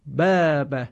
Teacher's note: مثلا بخواند باب باب، این غلط هست. بلکه باید صدای کشیده آ هم به تبعیت از حرف با که از حروف ترقیق هست نازک و کم حجم تلفظ بشه